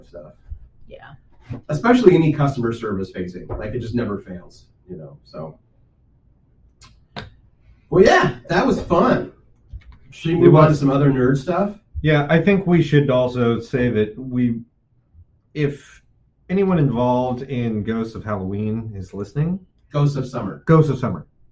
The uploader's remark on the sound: Sorry for the audio, we're working out the wrinkles in the new studio setup.